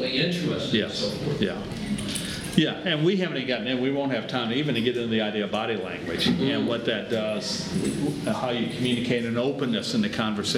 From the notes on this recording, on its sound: Today’s audio comes from the National Disciple Making Forum by Discipleship.org. Navigators Church Ministries led a track called, “Disciple Making Relationships Get Real and Go Deep.”